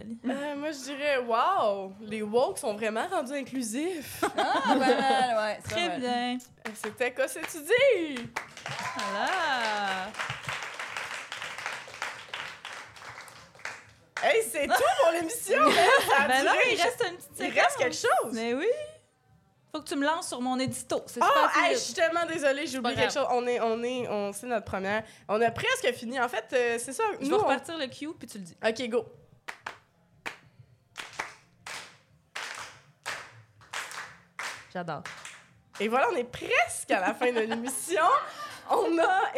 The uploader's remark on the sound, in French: enregistré à l'Idéal mercredi le 4 octobre 2023